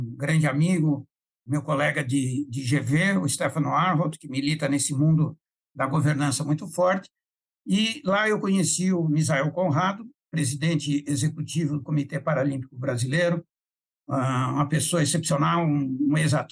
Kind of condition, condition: link, video call